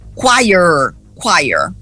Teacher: Então, em vez de quiet, você vai dizer choir e puxar bem o R, bem goiano.